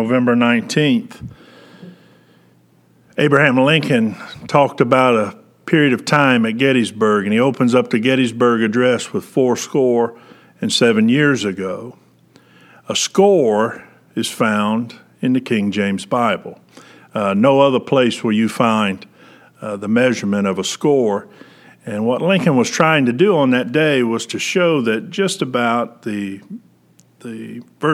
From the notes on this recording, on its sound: Preached February 7, 2021 at General Baptist Church God's House of Prayer in Fairborn, Ohio